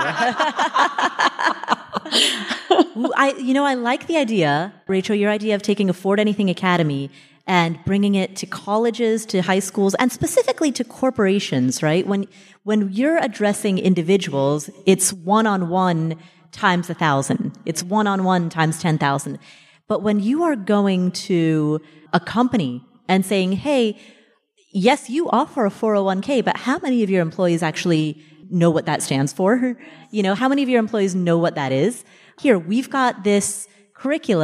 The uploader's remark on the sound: We're live from FinCon.